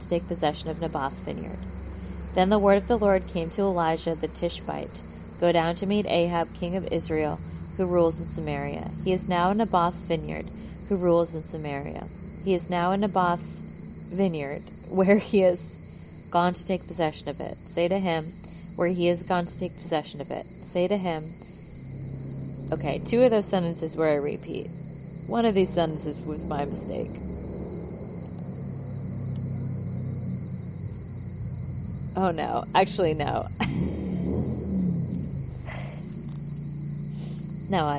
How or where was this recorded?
outdoors